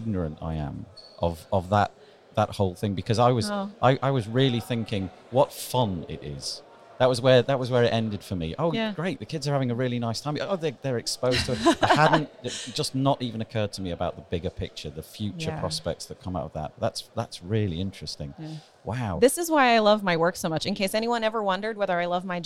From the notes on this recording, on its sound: This is another one of the talks that the WP&UP team recorded during WordCamp Europe 2019. We’re back in the corridor, surrounded by approximately 3,000 WordPressers, so you’re going to have to cope with the background noise… and children!